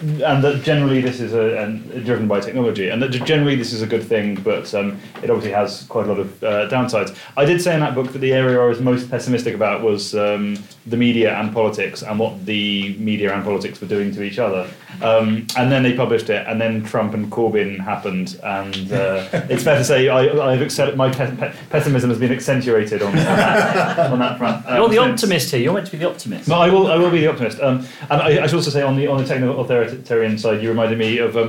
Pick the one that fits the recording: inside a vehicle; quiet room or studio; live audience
live audience